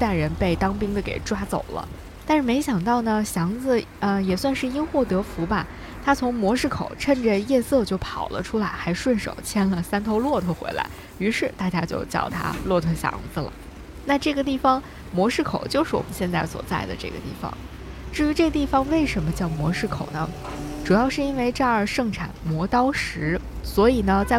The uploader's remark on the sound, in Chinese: 用 audiolog 的方式，去北京西边儿转一转。午后一起坐着地铁去体验一场 mini tour。